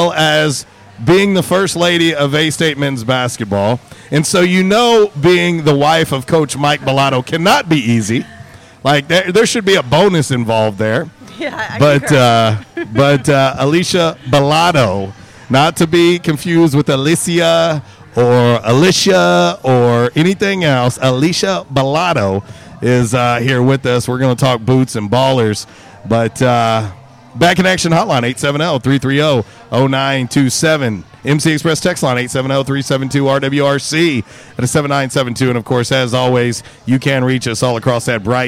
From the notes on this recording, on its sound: LIVE at J’Town’s Grill. RWRC Radio on 95.3 The Ticket/AM-970, Ritter Communications Tubetown 21!